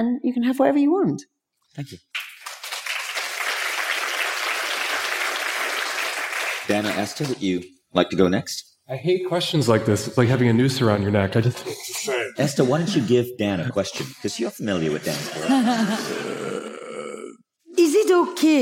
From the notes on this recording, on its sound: In this unique (juicy!) episode live from Mindvalley's A-Fest Ibiza stage.